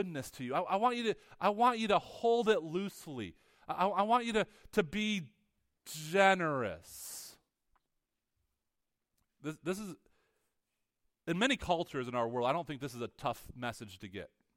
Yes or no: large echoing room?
yes